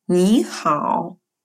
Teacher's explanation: читаем мы первый слог «ни» вторым, а «хао» – третьим. И получается у нас слово «здравствуйте» звучит как «ни хао». · Term: модуляция третьего тона